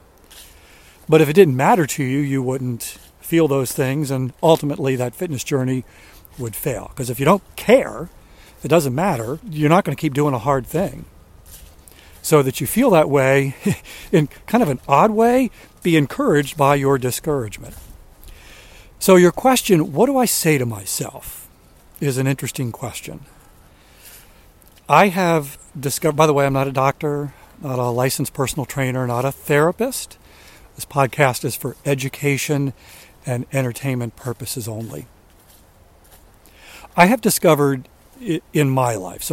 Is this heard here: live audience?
no